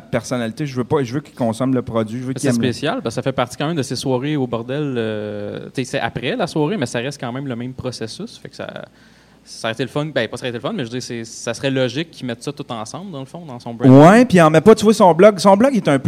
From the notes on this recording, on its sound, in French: Parlons Balado special GeekFest mtl 2015. Notre premier live en direct du geekfest pour le podcast mania.